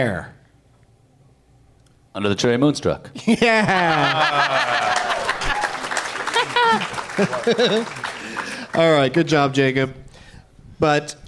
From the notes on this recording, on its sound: Live from the Helium Comedy Club in Portland, OR